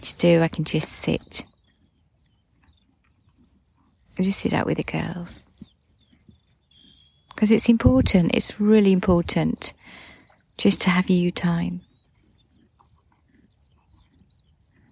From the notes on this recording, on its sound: A little recording I made this morning while sat with the horses. It was a foggy start but as the mist cleared and lifted from the ground, the sun smiled and the birds began to sing.